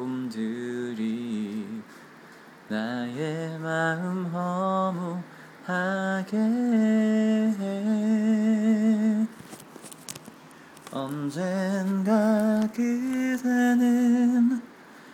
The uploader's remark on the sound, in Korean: 아이를 팔에 안고, 아이폰을 손에 들고 녹음한거라 음질은 별루네요.